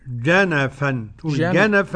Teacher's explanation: جنفا لابد من تعطيش الجيم